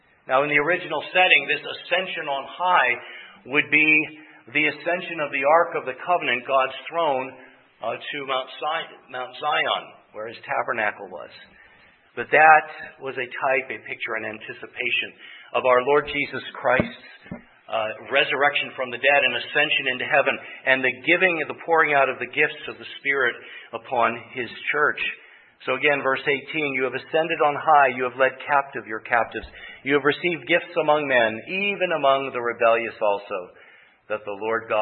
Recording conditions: large echoing room